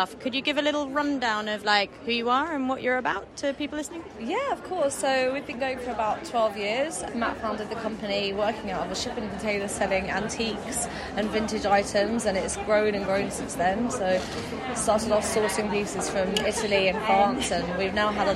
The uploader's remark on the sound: chats live at Decorex 2022 in Earls Court